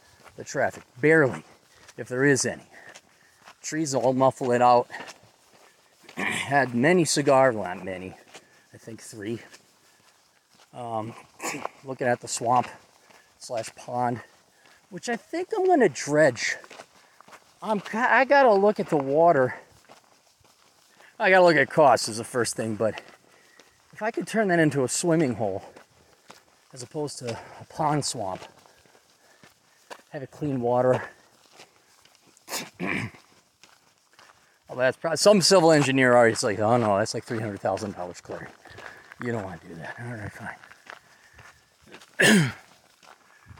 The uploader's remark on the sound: a recording from a long hike in the middle of nowhere South Dakota